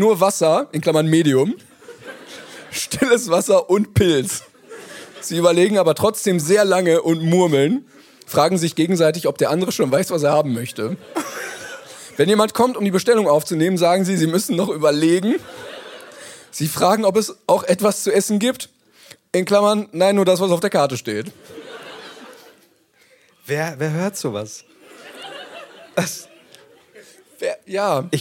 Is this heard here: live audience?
yes